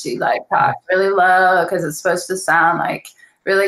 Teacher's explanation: it's speaking on the vocal fry